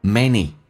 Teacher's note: 那个 n 在这个单词当中是发两次的